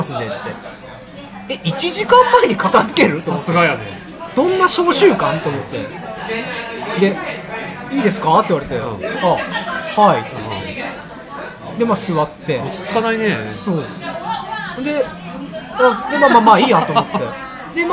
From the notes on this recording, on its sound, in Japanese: 居酒屋で収録したので飲食店の騒音感があります